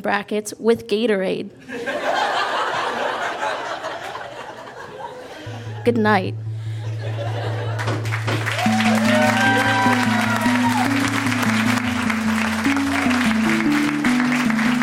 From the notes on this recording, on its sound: Recorded live at Fromagerie Elgin in Sudbury.